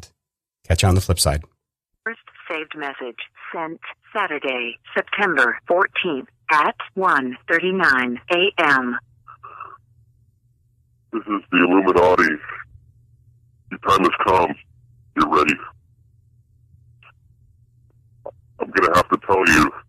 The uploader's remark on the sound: I was only able to do a brief phone interview with the band as they were on their way back from a gig in Montreal, PQ.